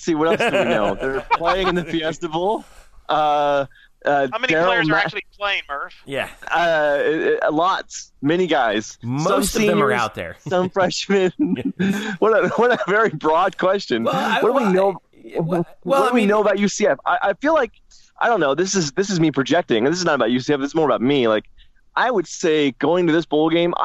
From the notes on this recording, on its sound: Joins via phone in transit to Phoenix.